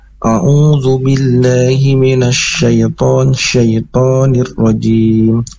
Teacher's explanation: Di kata syai itu tidak panjang, jadi tidak boleh syaiton.